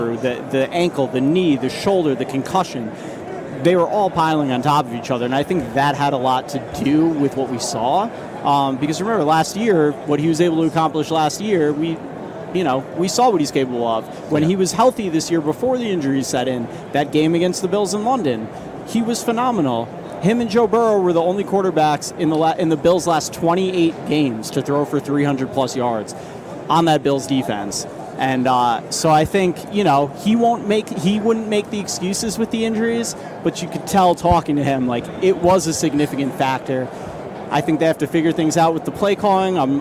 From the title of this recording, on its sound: From Radio Row